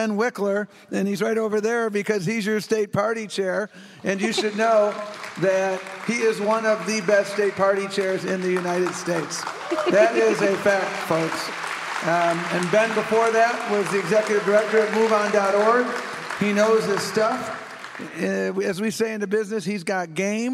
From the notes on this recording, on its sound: Live from Cap Times Idea Fest.